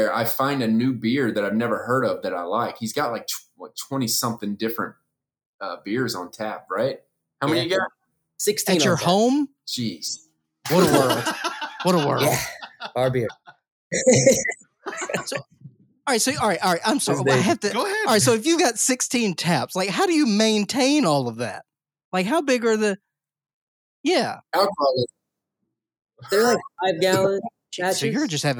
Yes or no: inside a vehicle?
no